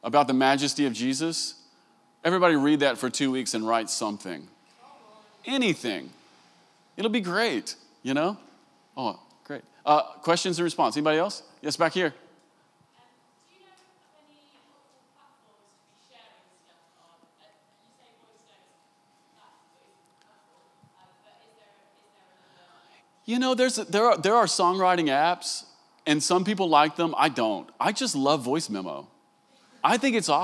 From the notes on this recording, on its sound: Recorded live at the Vineyard worship gathering "Come Holy Spirit" in June 2023.